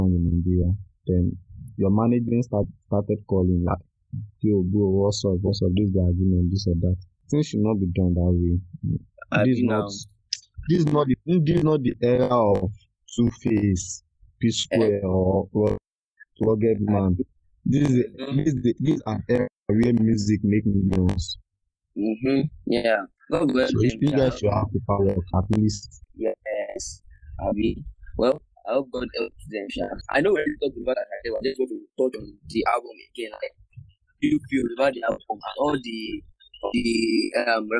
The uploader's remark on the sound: Pardon the bad audio.